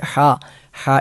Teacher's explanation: ഹ എന്ന അക്ഷരം തൊണ്ടയുടെ മധ്യഭാഗത്ത് നിന്ന് ഐൻ ഉച്ചരിക്കുന്ന അതേ സ്ഥലത്ത് നിന്ന് തന്നെ പുറപ്പെടുന്ന അക്ഷരമാണ്